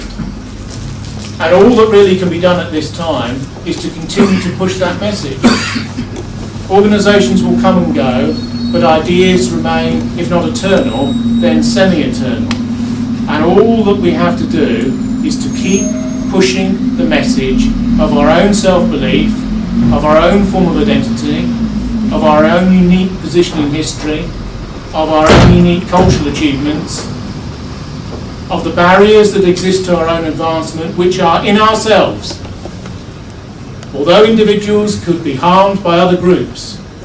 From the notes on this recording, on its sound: London Forum lecture in London on December 3, 2011.